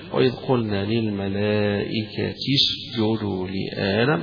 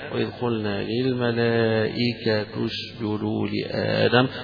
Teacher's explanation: إعرابها أن التاء مكسورة ولكن تنطق مضمومة · Shown in: second take · ليه؟ للإتباع، إتباع الحركة، الحركة يعني للتسهيل في القراءة.